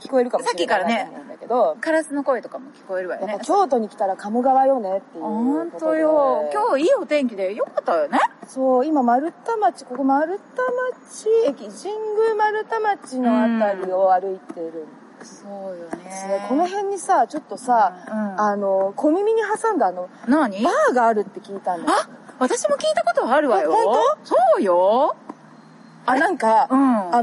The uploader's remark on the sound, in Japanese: 風ノイズによりお聞き苦しいところがございます